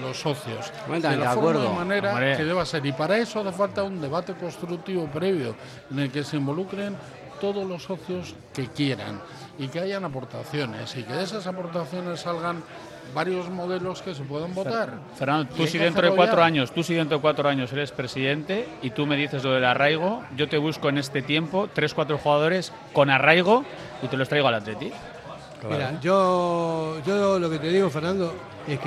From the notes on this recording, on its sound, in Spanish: Debate abierto en la mesa redonda del Ein Prosit. La "tasca" más futbolera de Euskadi, esa que tiene en sus paredes cientos de bufandas, banderas e historias que van dejando los aficionados de todos los equipos que pasan por Bilbao.